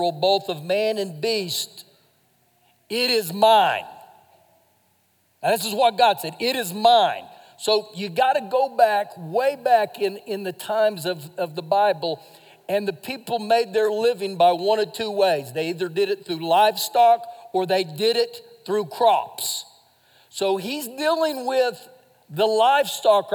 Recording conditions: large echoing room